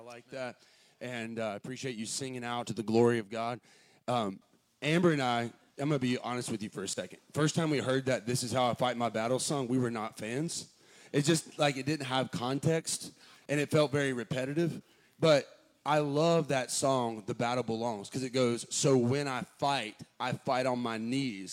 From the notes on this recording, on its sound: Haven Baptist Church Final Sermon